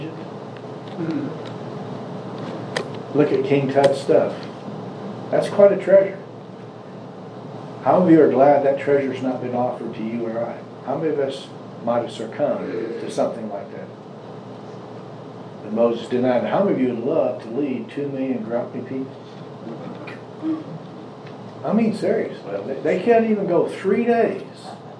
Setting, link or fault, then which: setting, live audience